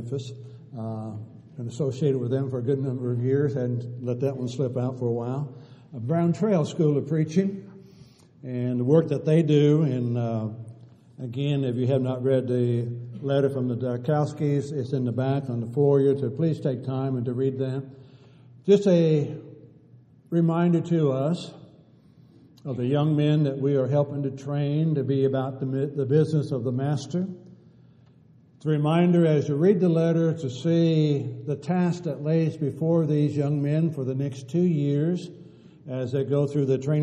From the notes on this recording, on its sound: Downtown Church Of Christ Audio Sermon